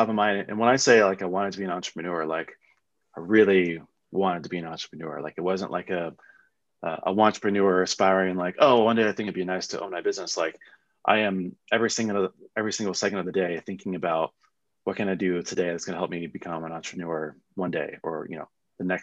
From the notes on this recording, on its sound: I figured I could strip out the audio of our Zoom chat for a surprise Weekend Drop!